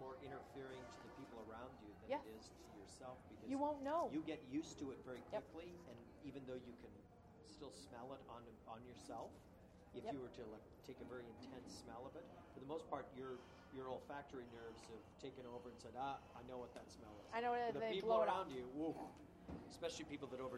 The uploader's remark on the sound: Chat's from the Washington State Wine Awards 2015. With on air tastings hosted by Obelisco Estate Tasting Room.